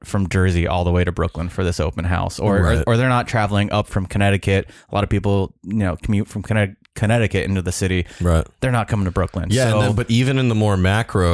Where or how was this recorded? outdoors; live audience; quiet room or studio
quiet room or studio